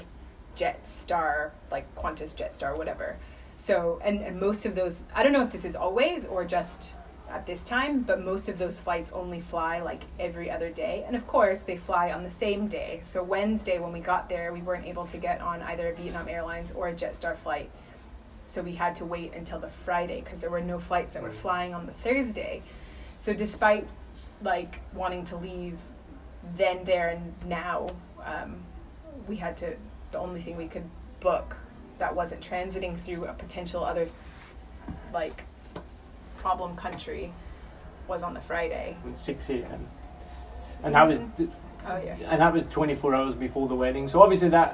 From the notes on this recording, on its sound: Direct from quarantine in Saigon. This was recorded on a phone recorder and I don't have a laptop for edits.